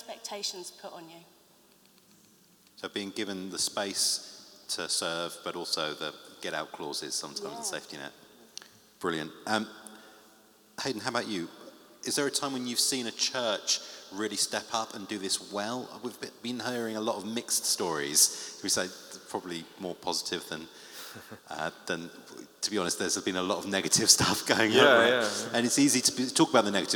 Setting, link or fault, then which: setting, live audience